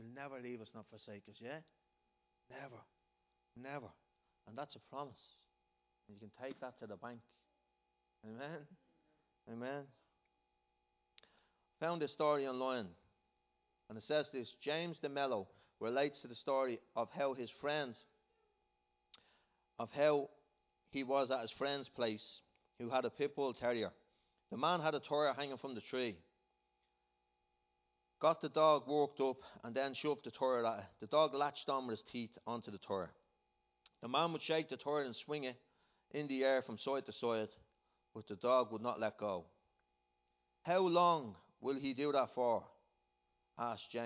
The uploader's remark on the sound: Recorded live in Liberty Church on 23rd June 2019